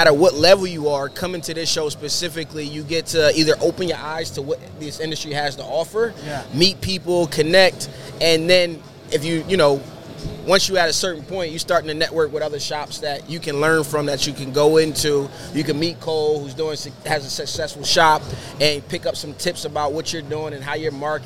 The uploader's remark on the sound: Live from ISS Long Beach 2024. As we bring you a live and dynamic session straight from the heart of Impression Expo Long Beach 2024.